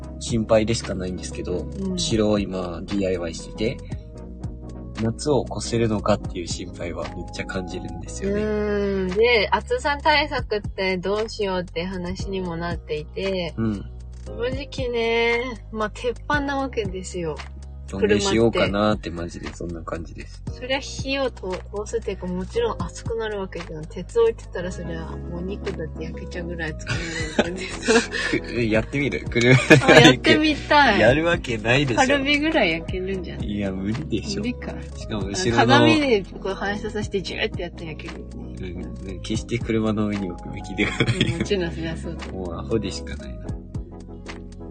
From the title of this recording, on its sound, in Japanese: 移動中車内からゆるりとお届け